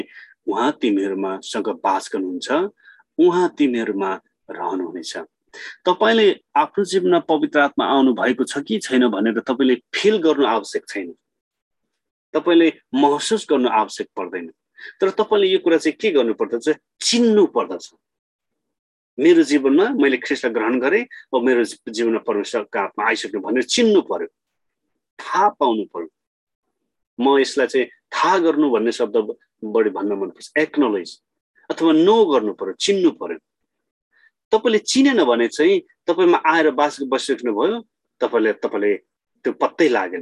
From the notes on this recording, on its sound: zoom class